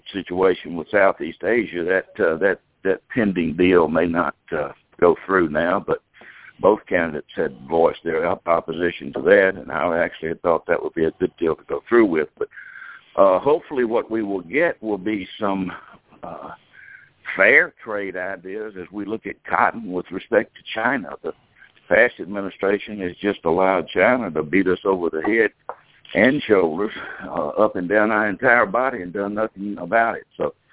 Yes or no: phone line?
yes